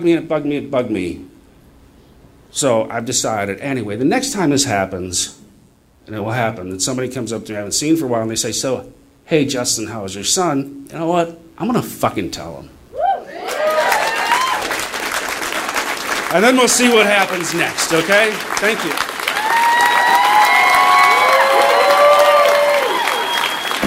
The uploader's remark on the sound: Live From Minneapolis